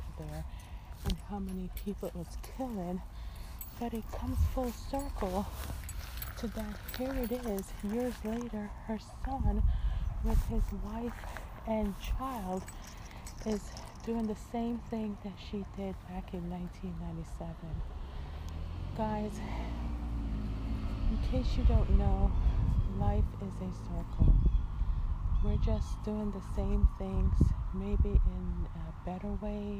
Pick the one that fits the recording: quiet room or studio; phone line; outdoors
outdoors